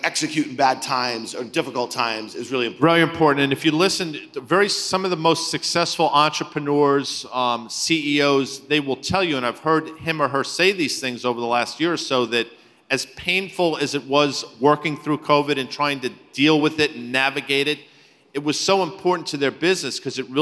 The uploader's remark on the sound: speak at the Zeta Live conference